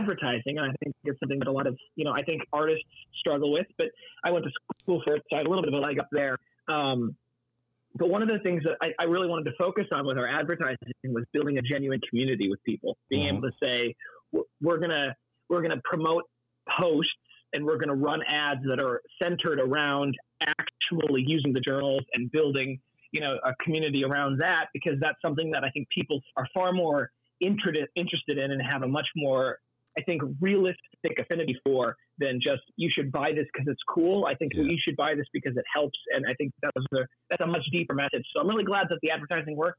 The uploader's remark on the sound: phone interview